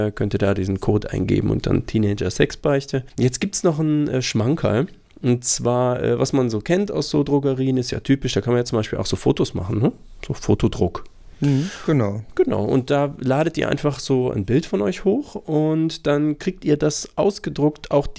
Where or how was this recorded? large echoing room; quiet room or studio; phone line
quiet room or studio